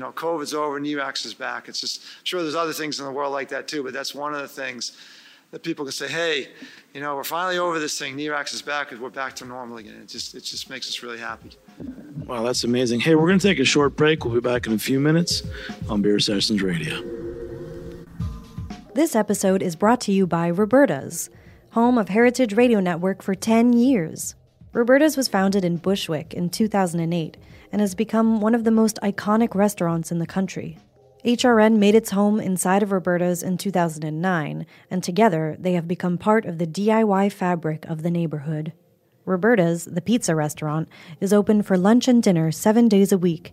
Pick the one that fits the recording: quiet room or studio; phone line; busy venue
busy venue